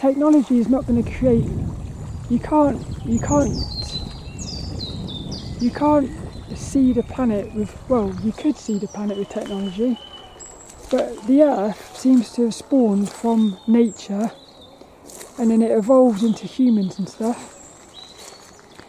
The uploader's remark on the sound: Hope you enjoy this lil walk and talk around Plymbridge Woods.